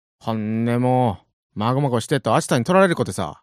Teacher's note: 東京の人の言葉に比べて伸ばす音が多いですね